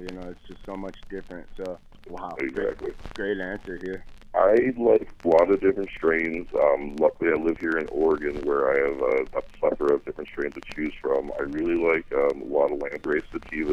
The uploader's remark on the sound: Phone Interview